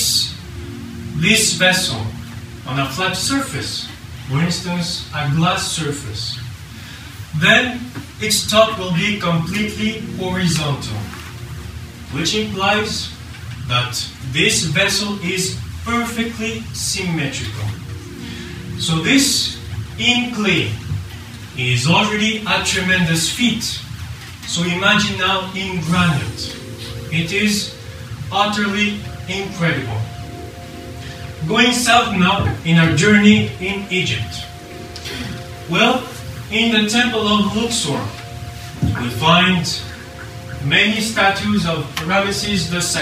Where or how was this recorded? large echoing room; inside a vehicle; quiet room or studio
large echoing room